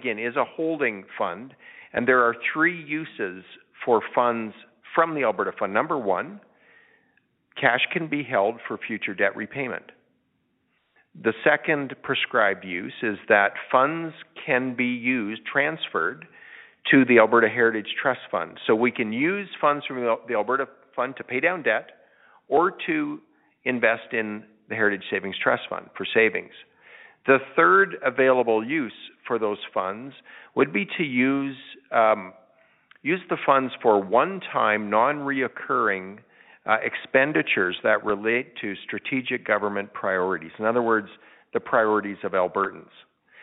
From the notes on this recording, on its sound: Held an interactive telephone town hall.